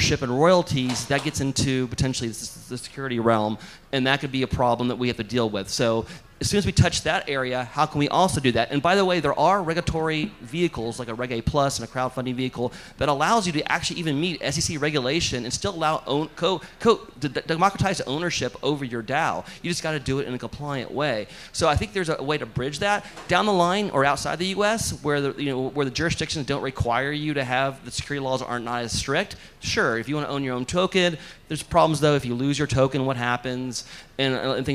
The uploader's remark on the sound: A Panel Discussion from DAO Planet